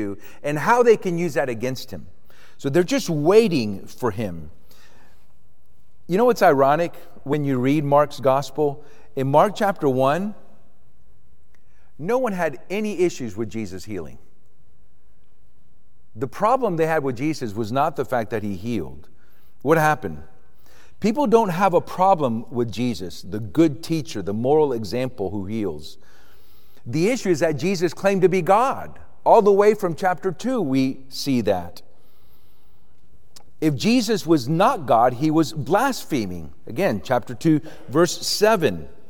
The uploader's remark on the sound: This exposition was recorded at the Austin, TX 2023 Workshop.